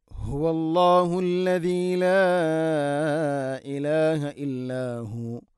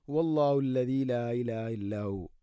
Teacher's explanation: തൊണ്ടയുടെ താഴെ ഭാഗമാണ് ഹ ഇൻ്റെ മഖ്റജ് · Shown in: first take